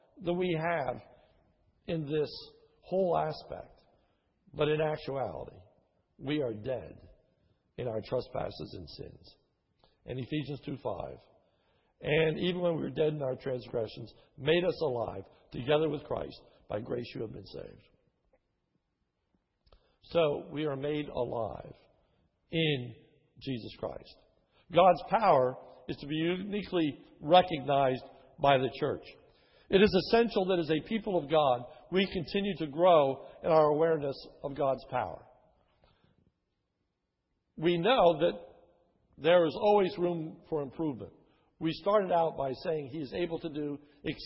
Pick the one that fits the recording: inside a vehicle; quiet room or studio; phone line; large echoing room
large echoing room